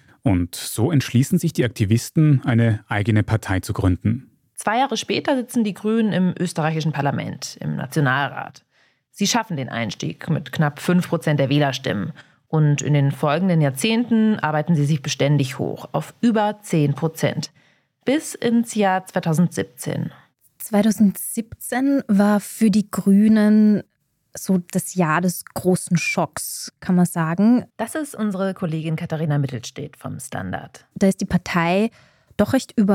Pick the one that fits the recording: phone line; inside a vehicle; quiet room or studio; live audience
quiet room or studio